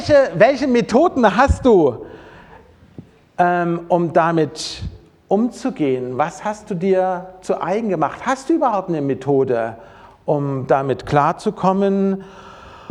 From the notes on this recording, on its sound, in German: Predigt aus dem Gottesdienst